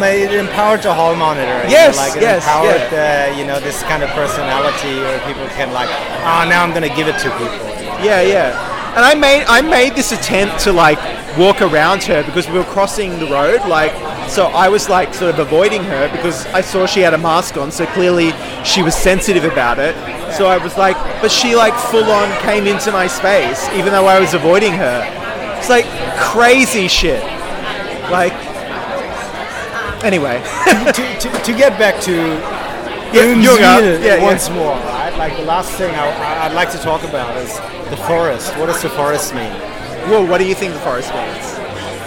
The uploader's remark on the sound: Recording on location from the smoke-wreathed vista at Siglo in Melbourne